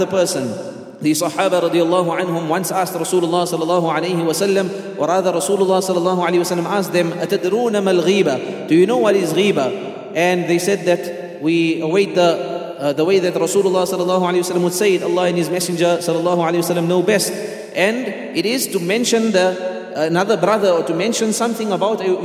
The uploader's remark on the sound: at the Houghton Masjid (West Street)